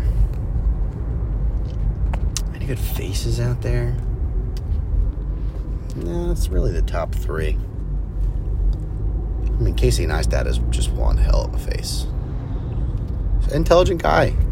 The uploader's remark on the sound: Recorded on mobile in the car.